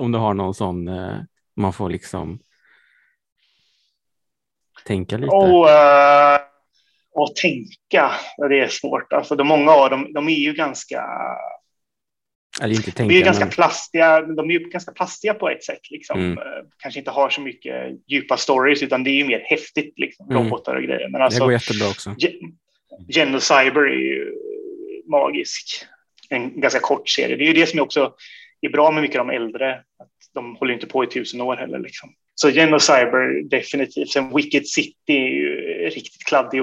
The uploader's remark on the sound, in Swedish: Intervjun är genomförd via Zoom.